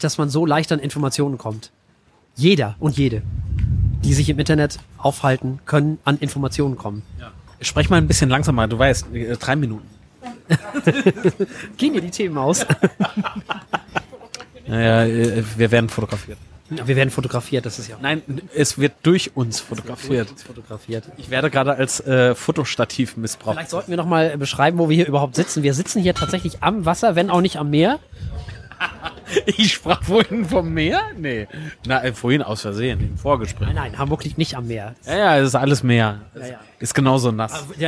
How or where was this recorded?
outdoors